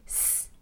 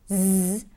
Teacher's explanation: when you're making the s sound, that's just air coming out. And when you're making the z sound, that's air with vibrations.